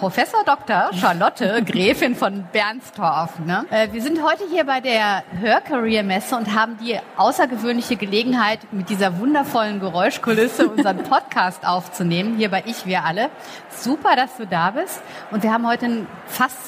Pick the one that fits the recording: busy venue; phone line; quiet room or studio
busy venue